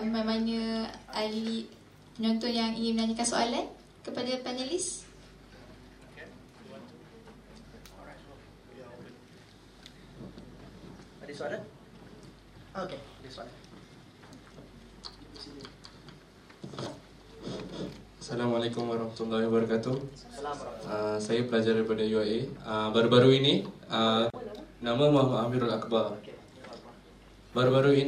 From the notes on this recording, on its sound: The Malaysia Freedom Summit 2019 event on 12 October 2019 at DoubleTree by Hilton Hotel, Kuala Lumpur was organized by Institute for Leadership and Development Studies (LEAD) with support from Friedrich Naumann Foundation for Freedom (FNF).